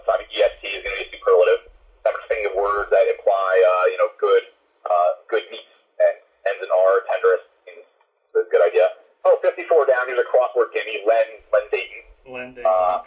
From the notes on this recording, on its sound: It’s a tough-to-hear interview. It’s worth struggling through the bad audio.